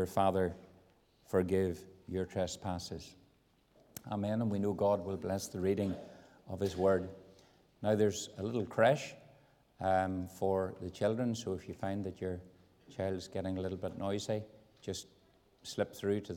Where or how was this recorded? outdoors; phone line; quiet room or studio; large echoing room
large echoing room